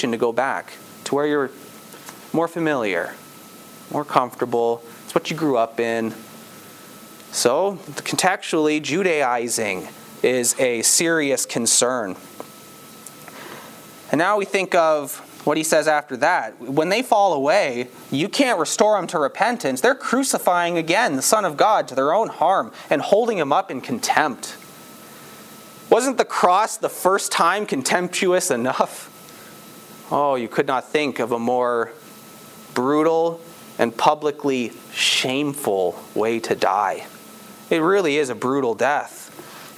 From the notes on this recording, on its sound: This sermon was preached at on October 9, 2022, at Campbell Baptist Church, Windsor, ON.